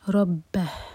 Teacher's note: پر اظہار خاشیہ خواہوی خاشیہ ربہ یہاں پر رکیں گے تو ہا کو ساکن کریں گے تو ہا کی آواز غائب نہ ہو کلیئر آئے